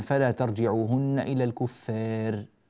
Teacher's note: أتينا بالألف مقللة لأن الراء المكسورة المتطرفة بعدها جاءت متطرفة مكسورة، فوجب يعني العناية بالتقليل.